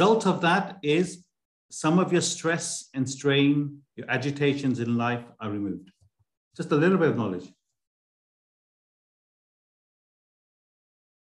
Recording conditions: video call